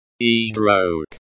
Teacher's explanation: The word igrok. Igrok. Is pronounced igrok. The stress is on the second syllable. The pronunciation is similar to the English word brok, except with an e sound at the beginning.